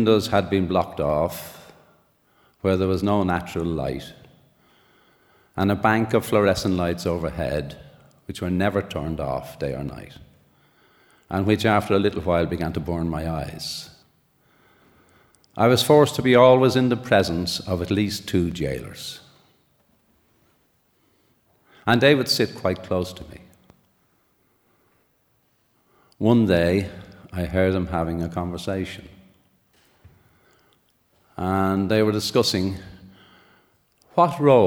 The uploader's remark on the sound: A special live edition of The Moth from Dublin, Ireland.